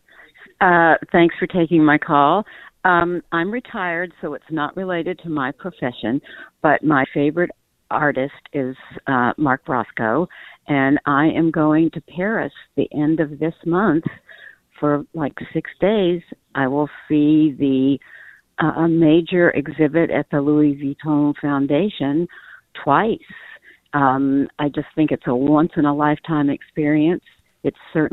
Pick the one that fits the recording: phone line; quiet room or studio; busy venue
phone line